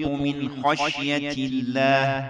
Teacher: النون منفصلة عن كلمة خشية لأنه حرف الخاء من حروف الإظهار